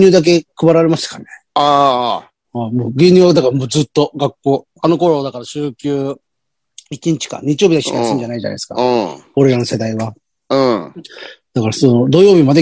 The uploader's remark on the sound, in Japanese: ZOOMより配信。